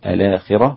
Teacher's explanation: الآخرة مع تفخيم الراء دون مد